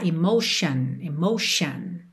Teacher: Esse T aí tem um som de X ou SH.